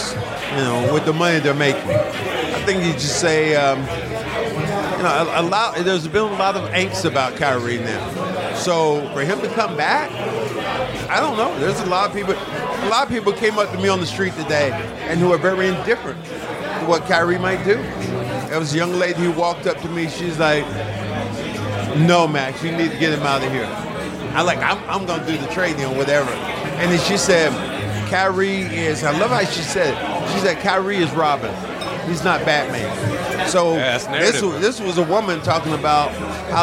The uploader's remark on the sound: BOSTON. Podcasting, on location, from The Stanley Cup Final.